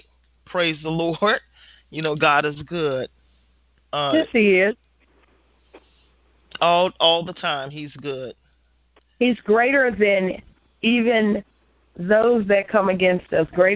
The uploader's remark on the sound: Women of Grace 1-20-2016 conference call class.